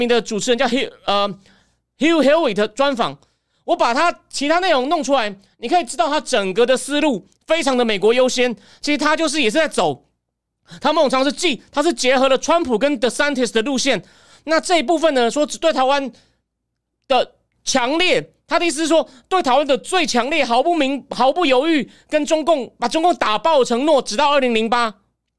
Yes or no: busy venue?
no